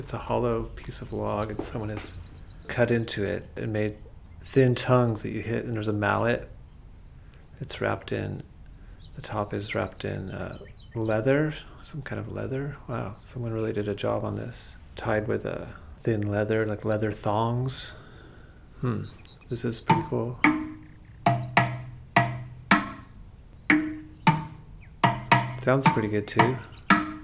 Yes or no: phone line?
no